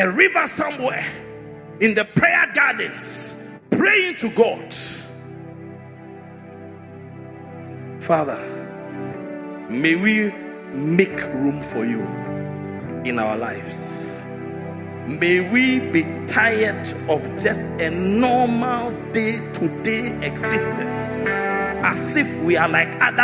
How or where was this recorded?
large echoing room